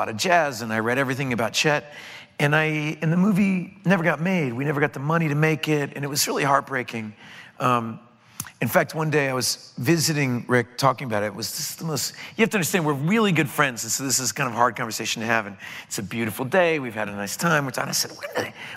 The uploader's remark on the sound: The conversation was recorded on Mar 17, 2016 in front of a live audience at New York’s 92nd Street Y.